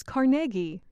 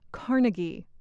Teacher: The stress is on the middle syllable. · Shown in: first take